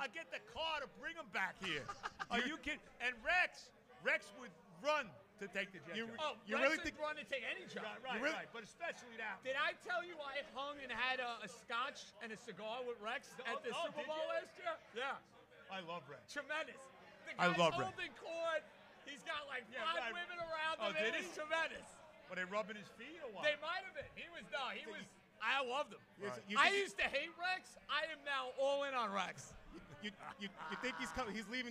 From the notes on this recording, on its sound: Live From Hackensack Brewing